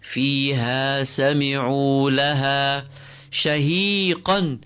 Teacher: Feel it, feel the ha exiting from the lowest part of your throat.